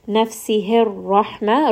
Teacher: ra is going to be heavy because it has a fatha